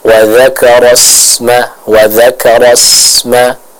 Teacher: Huruf sin yang sukun harus kita baca dengan tipis dan suara yang mengalir dengan tajam.